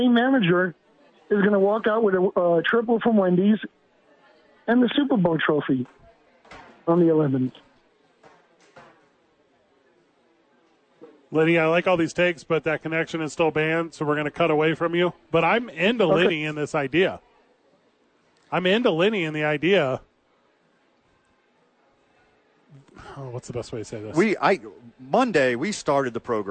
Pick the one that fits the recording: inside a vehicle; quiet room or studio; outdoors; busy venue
busy venue